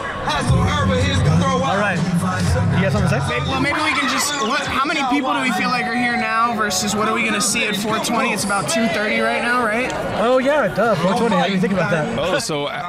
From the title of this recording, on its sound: Live at Hippie Hill SF